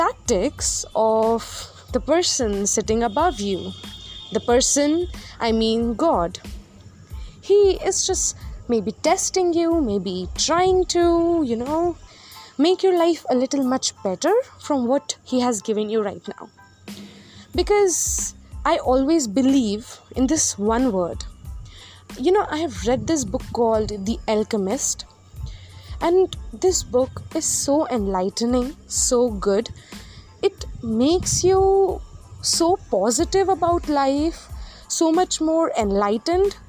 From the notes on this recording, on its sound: Apologies for the background noises in this Pod.